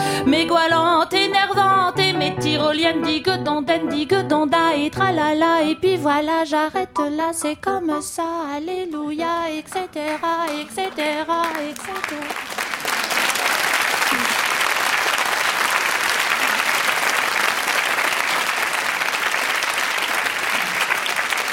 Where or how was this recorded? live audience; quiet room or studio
live audience